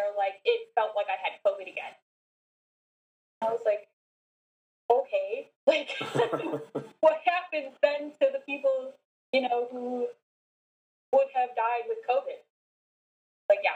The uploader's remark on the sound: Sorry still working on audio quality.